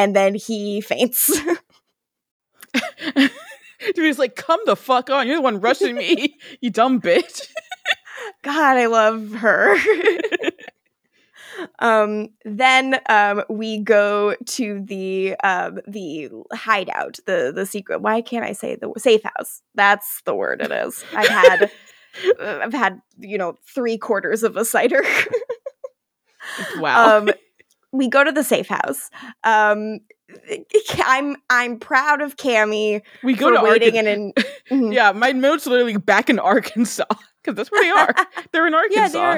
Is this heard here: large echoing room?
no